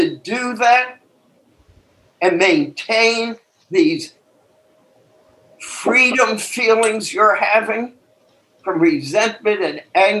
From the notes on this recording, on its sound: took us on a zoom journey